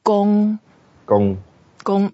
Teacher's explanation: So gong is the first word, first tone. So we keep it flat.